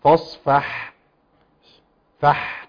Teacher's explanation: والحاء لازم يطلع البحة بتاعتها. فاصفح فح كي لا تختفي.